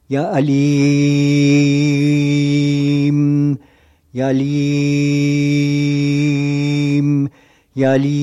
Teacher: Alim, accent sur le I.